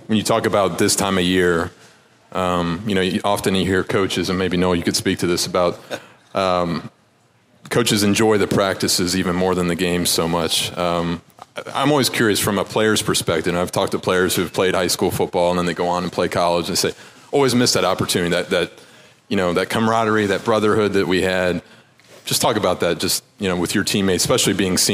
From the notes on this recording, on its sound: The WCPO High School Insider Podcast is taking a road trip to the Fort Wright Chick-fil-A location.